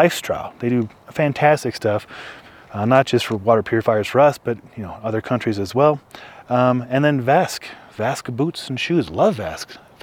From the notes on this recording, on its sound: Its another live episode shot at Jones Pass and uploaded via Starlink.